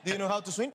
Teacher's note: the question, do you know how to swim? It has a rising intonation.